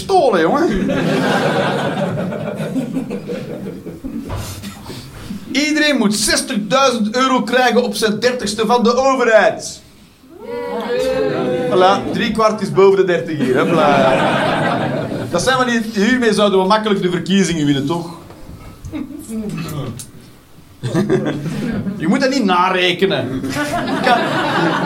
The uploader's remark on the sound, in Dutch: Live 29 maart 2023, Club Haug, Rotterdam.